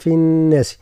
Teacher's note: النون من لفظة الناس مشددة ففيها غنة كذلك